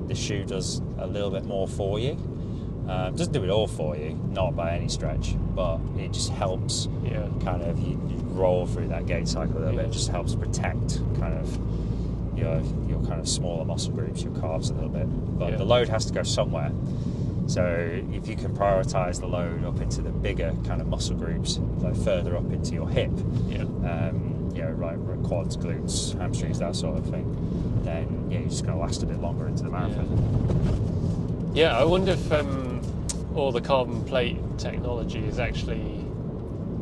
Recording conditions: inside a vehicle